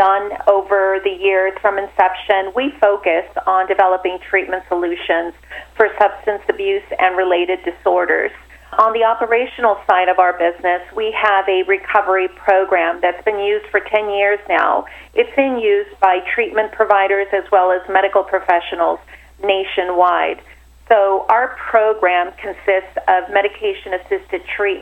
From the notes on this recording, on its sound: called in to SmallCapVoice